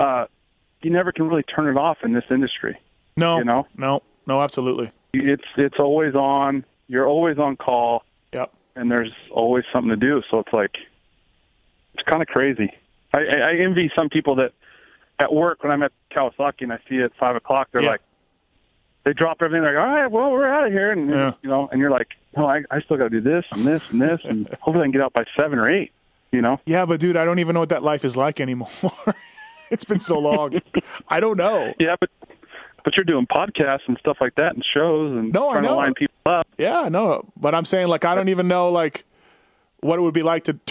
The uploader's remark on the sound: I call up Monster Kawasaki's truck driver.